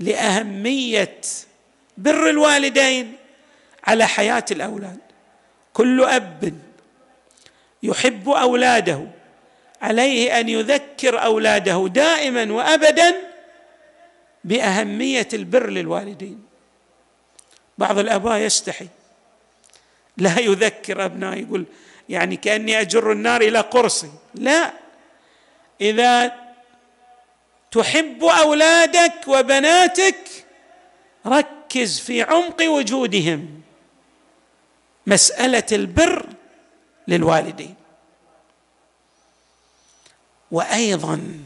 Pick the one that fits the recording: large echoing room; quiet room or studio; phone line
large echoing room